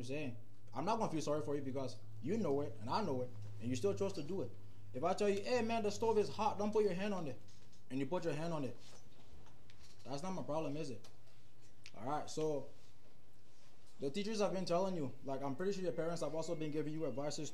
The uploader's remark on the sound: The audio is unbalanced in this episode. Forgive the varying levels of sound.